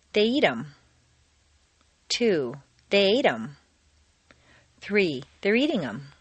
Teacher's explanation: you now stress the verbs